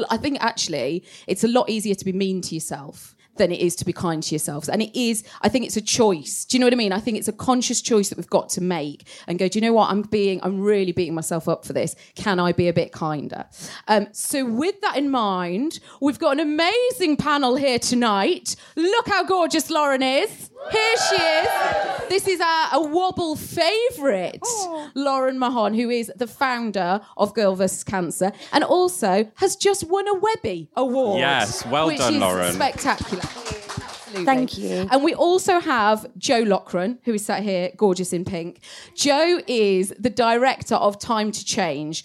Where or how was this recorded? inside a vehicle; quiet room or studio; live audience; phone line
live audience